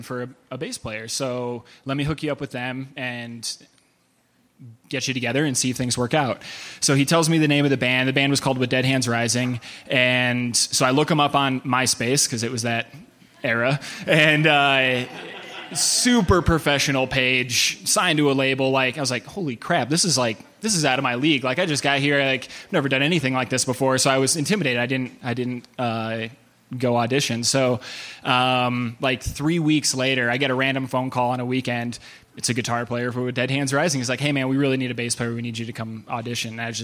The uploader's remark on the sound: Audience members step up to the stage to share their tales from the tour!